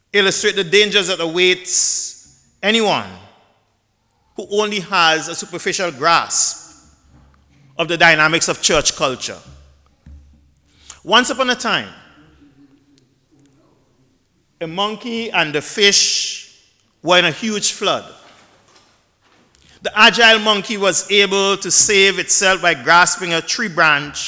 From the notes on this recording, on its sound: The Dean of St George's Cathedral, St Vincent and the Grenadines, preached at the 11:00am Mass.